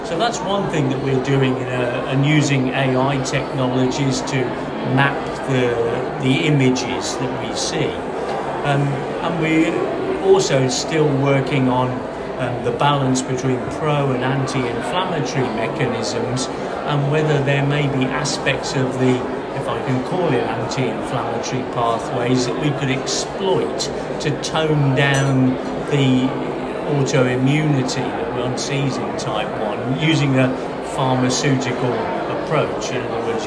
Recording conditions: busy venue